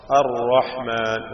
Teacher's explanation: അർ റഹ്മാൻ എന്ന് പറയുന്നത് പോലെ ആവർത്തനമില്ലാതെ ഉച്ചരിക്കണം. · Term: തക്രീർ